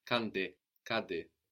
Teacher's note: this gives us nt together, which gives us an nd sound or just a d sound